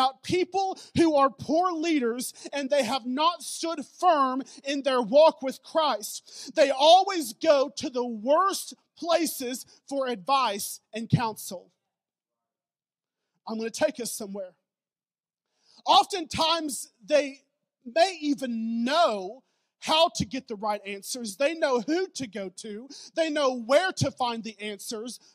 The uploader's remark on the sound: preached at Newport City Church